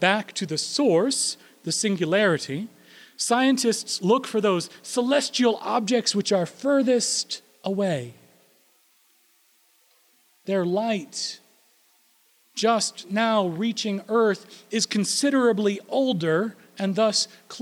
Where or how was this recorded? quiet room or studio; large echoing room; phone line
large echoing room